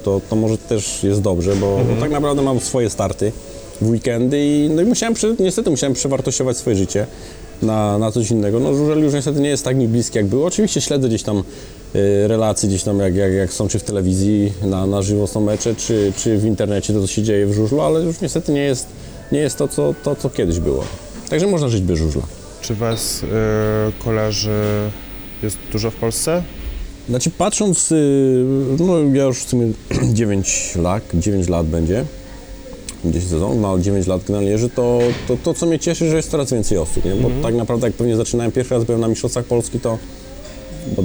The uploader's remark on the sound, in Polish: nagrania: Restauracja Folk – Hotel Bristol